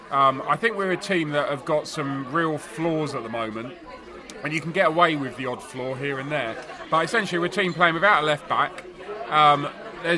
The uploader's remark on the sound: Burton Albion Pre-Match Podcast From the Pub.